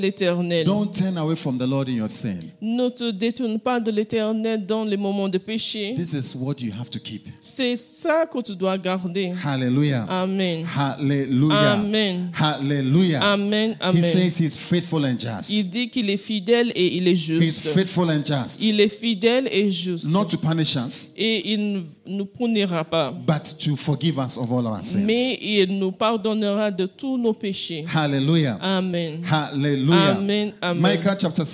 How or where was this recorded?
large echoing room